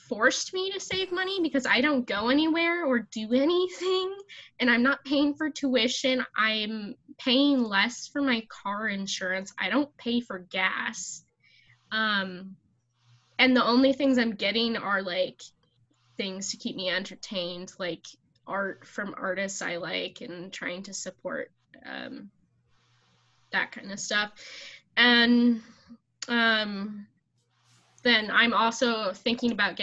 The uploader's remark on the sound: Recorded via Zoom